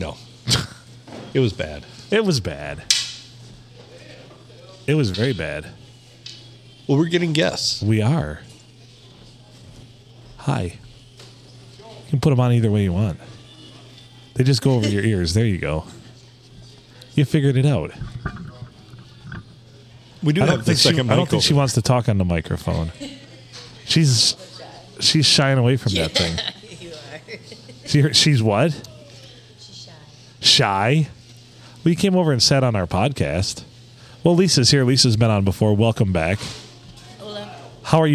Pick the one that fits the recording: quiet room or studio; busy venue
busy venue